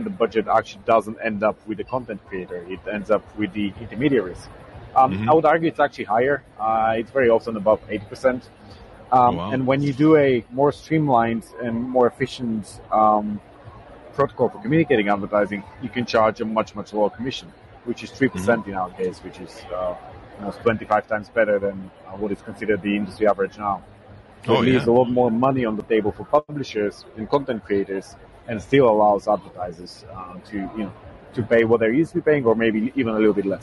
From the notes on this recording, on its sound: At Collision Conference 2022